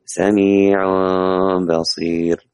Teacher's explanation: طيب حروفه فقط الباء، أداؤه تقلب النون ميما إذا أتى بعدها باء متحركة، ولكن الميم لا تظهر بل تخفى، وتؤدى غنة مقدارها حركتين من الخشوم · Term: الإقلاب